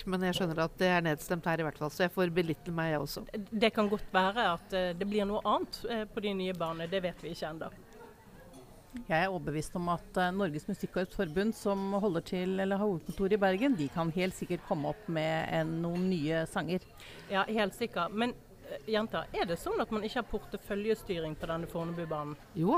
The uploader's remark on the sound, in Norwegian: Live fra Høyres Landsmøte 2022